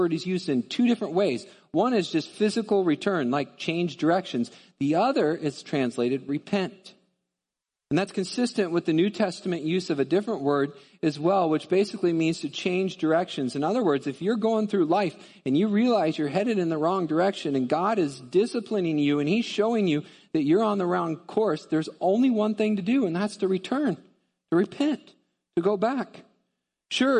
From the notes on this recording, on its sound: Midland Evangelical Free Church Sermon Audio